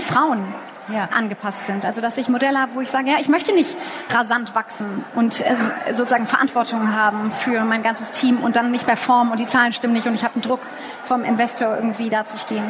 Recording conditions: busy venue